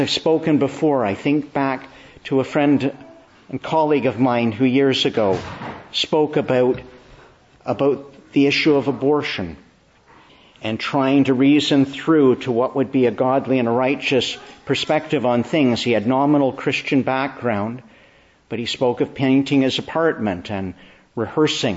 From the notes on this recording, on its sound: Preached inn the Church of the Annunciation, Ottawa. Morning Service.